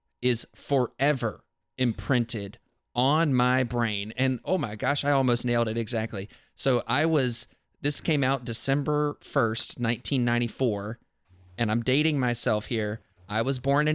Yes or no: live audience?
no